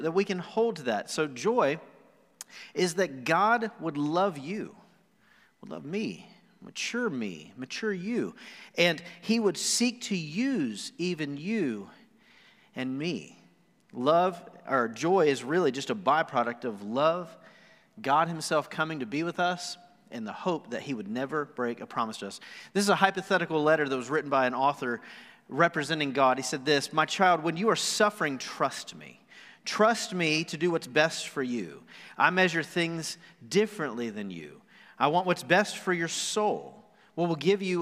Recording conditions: live audience